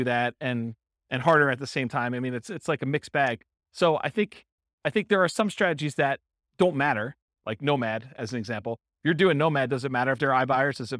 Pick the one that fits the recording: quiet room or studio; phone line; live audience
live audience